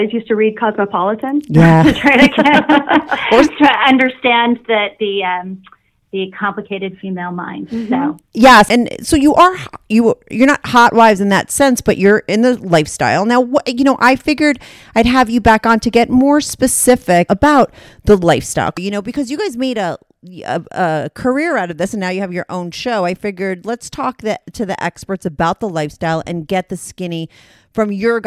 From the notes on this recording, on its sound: they call in to talk all about it